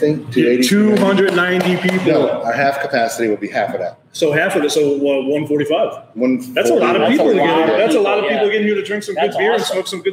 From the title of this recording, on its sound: On Location: Makers Craft Brewery